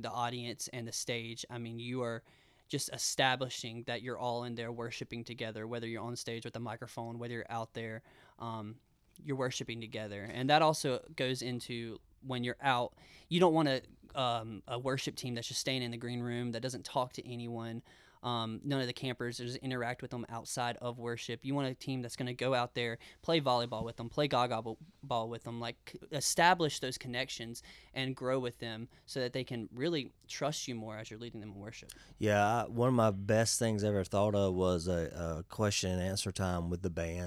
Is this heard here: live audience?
no